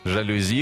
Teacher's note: Жалюзи, французское слово, ударение на «и»